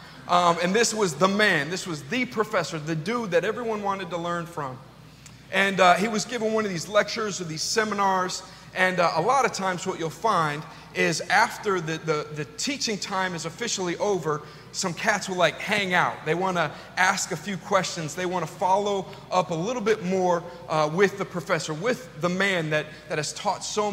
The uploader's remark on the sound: This message was delivered on September 18th 2022 at New City Fellowship: West End. At New City Fellowship: West End in St. Louis, MO.